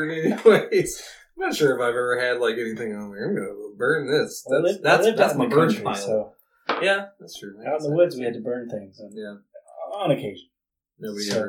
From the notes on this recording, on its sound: We are also hoping that the poor sound quality will make it's exit after this episode.